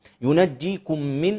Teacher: عندنا هنا إضغام بغنة كامل الميم مع الميم، ثم بعد ذلك إخفاء حقيقي النون المعراة بعدها الضاء.